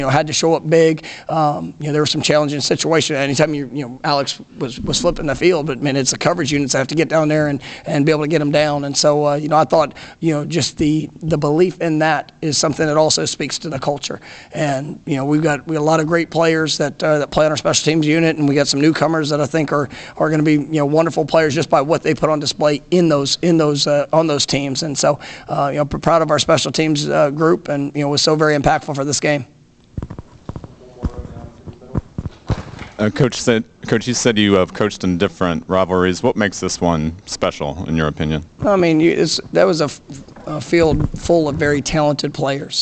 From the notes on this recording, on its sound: Postgame press conference after win over Miami.